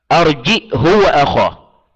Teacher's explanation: بالهمزة الساكنة قبل الهاء وضم الهاء ضمها يعني وقصرها لأنه لم يذكر مع الموصلين.